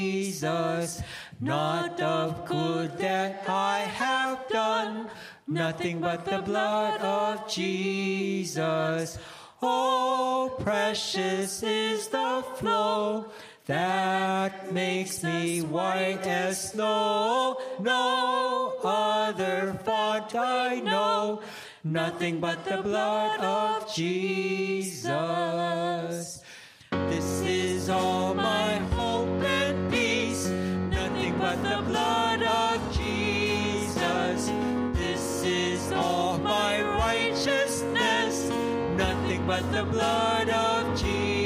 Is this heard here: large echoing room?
yes